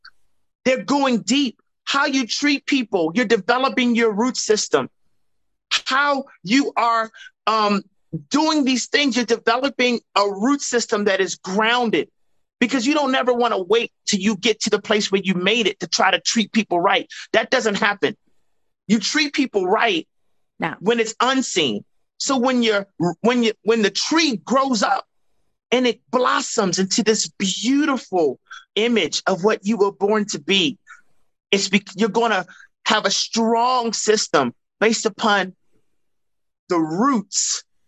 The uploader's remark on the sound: joined me on a Zoom